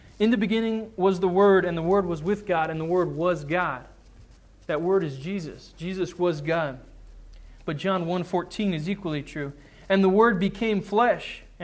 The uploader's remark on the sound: Sermon preached on Sunday, February 28, 2010 at the Church of the Good Shepherd in Glendora